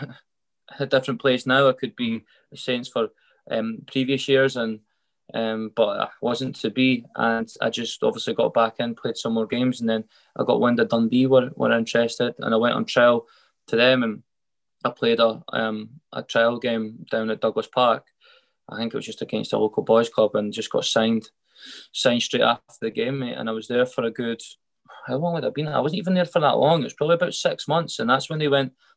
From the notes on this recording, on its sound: Sunday afternoon Zoom call.